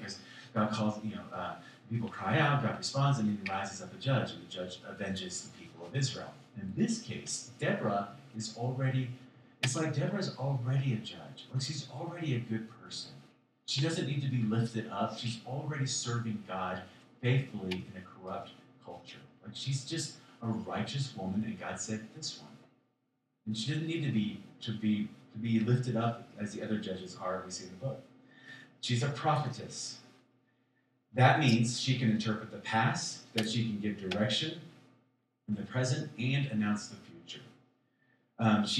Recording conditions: poor sound quality